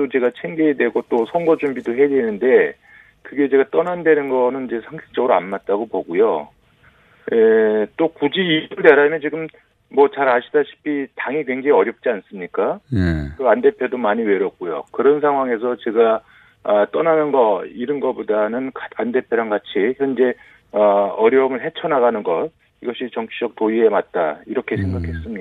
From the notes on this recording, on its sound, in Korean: 전화연결